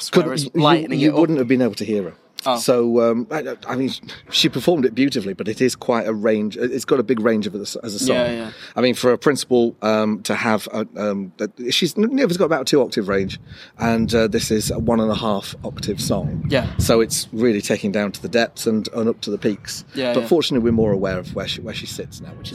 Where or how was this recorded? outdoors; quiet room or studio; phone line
outdoors